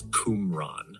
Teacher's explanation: The emphasis is usually on the first syllable, so it sounds like cum followed by ran.